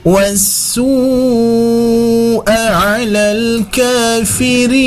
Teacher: ada mad wajib muttasil. Ini pun juga dibaca panjang 4 sampai 5 harokat.